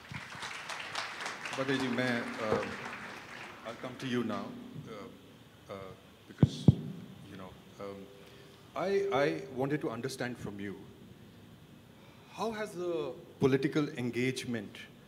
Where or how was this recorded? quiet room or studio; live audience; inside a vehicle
live audience